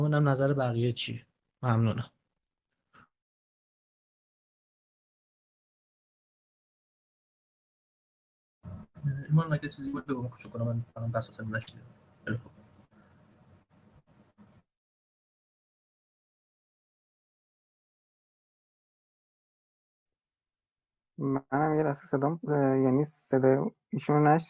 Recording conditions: video call